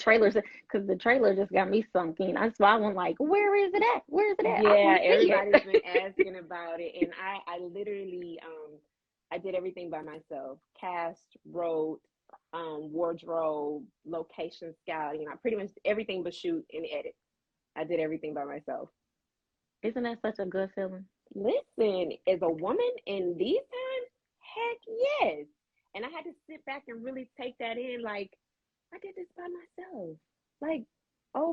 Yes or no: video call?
yes